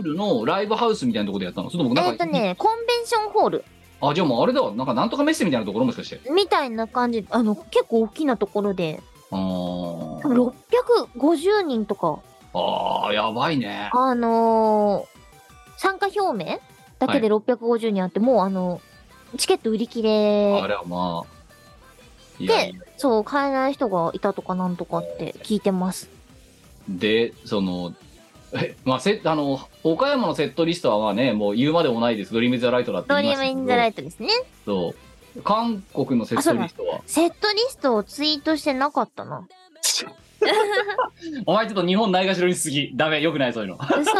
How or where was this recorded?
video call